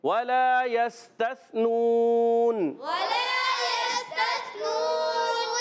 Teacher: آخر میں واؤ مدہ، مد عارض ہو جائے گا، حرف مدہ کے بعد سکون عارضی ہے